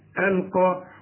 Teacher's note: القاف مفخمه ودي اعلى درجات التفخيم